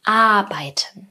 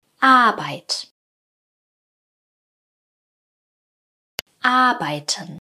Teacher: Also aus dem A und vokalisierten R wird ein langes A. Die Zungenspitze liegt beim vokalisierten R hinter den unteren Schneidezähnen.